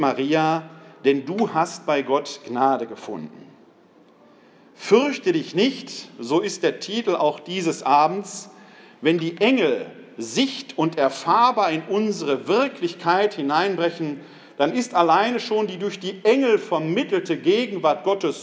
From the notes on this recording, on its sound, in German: Mitschnitt des Vortrags